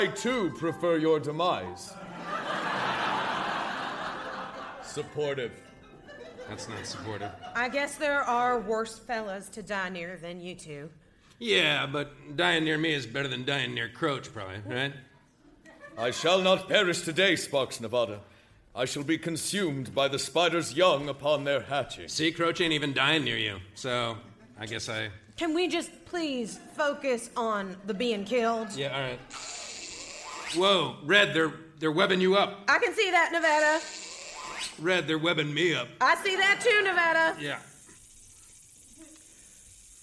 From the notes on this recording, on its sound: Recorded Live 11/6/2010 at Largo, Los Angeles.